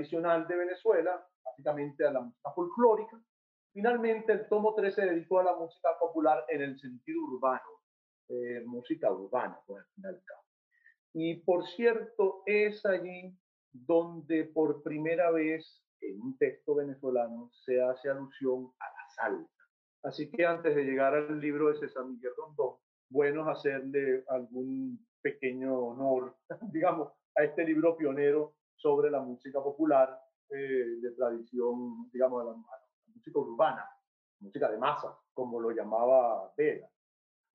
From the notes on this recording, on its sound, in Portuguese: Plataforma ZOOM